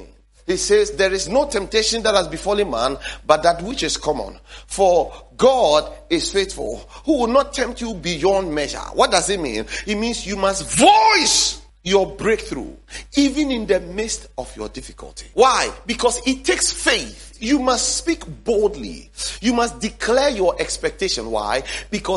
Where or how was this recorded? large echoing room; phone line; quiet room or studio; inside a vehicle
large echoing room